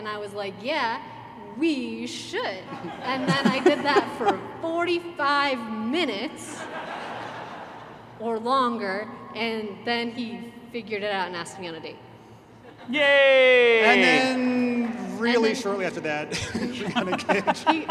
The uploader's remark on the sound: Live Q&A at Dragonsteel 2023!